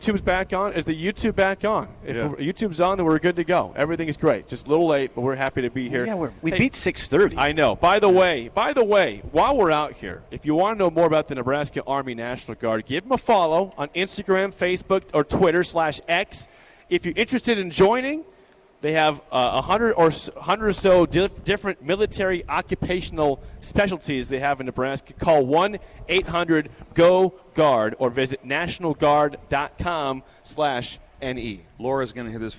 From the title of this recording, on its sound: LIVE REMOTE! We’re out at the Nebraska Army National Guard today